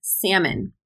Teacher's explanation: Salmon has an L, but we just say salmon.